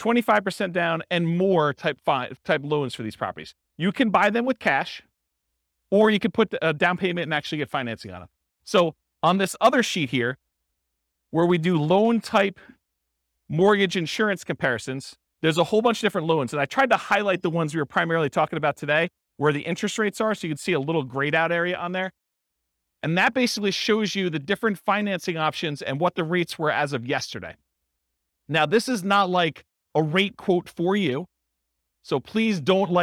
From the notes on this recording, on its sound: This was a live class recorded